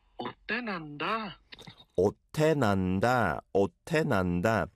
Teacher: the shiot pachim kind of makes it into an almost T sounding ending like in English, and then the te, it also sounds similar to a T, so otte nanda sounds good to me.